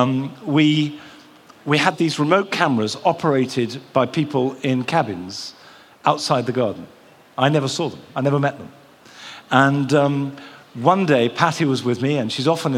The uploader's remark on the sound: Recorded at BBC Gardeners’ World Live. The live audience listened.